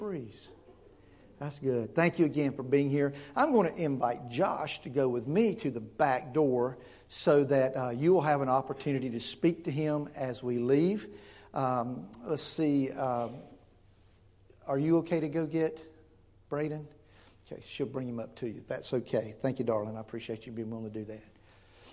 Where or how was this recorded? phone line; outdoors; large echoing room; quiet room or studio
large echoing room